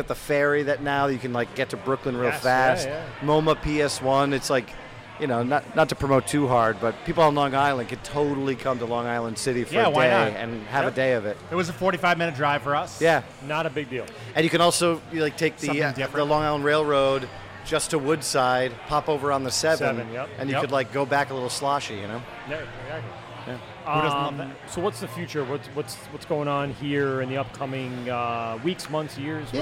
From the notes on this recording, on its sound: LIVE at Fifth Hammer Brewing NYC. It is the boys first brewery live show and first in the NYC area.